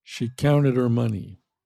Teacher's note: The her becomes er. Counted her money.